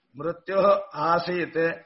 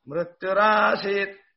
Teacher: the visarga becoming ra so the visarga plus a became ra